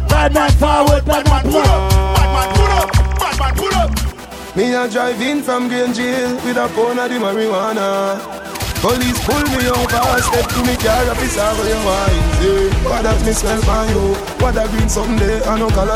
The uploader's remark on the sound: Live audio from Island Saturdays.